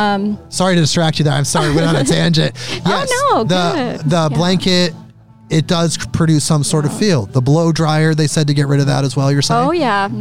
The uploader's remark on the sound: In this episode I record live at the haunted White Eagle Saloon in Portland, Or